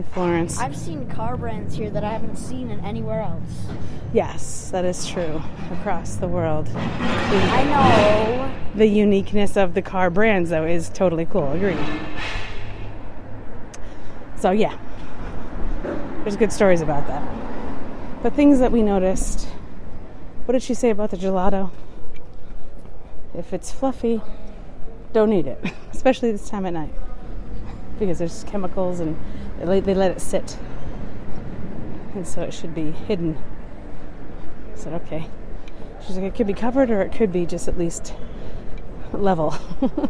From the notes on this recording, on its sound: explores the sounds of the city at night while they walk through the streets of Florence